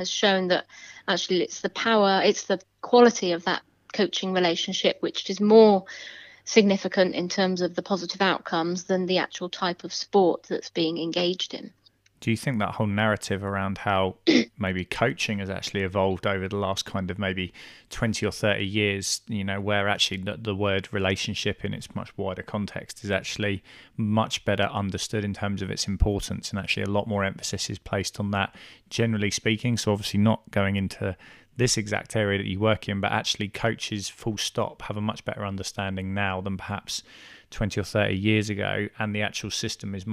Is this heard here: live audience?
no